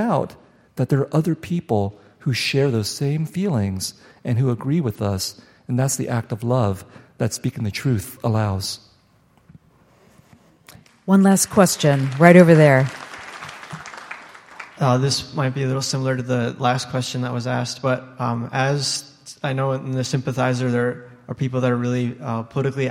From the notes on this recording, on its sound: on stage at the Fitzgerald Theater for the third conversation in the 2023 Talking Volumes season